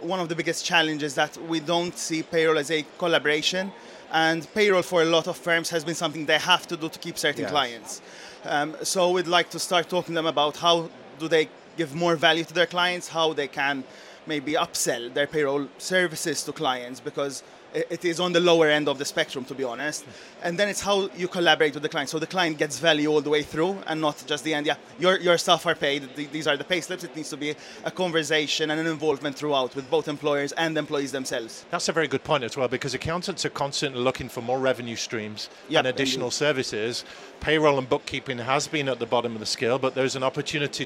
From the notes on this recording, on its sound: Accountex 2023 Live Interviews. These interviews were recorded in our unique recording studio on the exhibition floor at Accountex 2023.